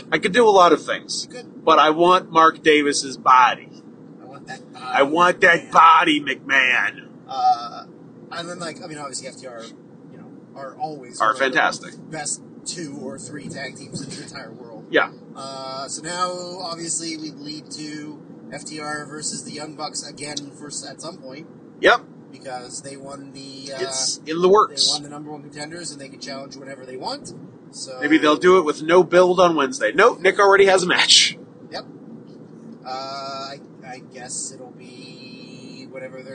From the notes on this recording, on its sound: speaking into the same phone in a moving car